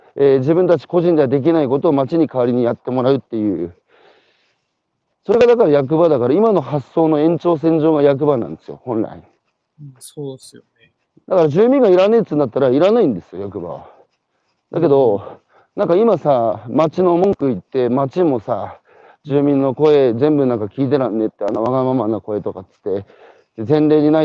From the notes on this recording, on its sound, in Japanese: 歩きながら1時間ある、対談する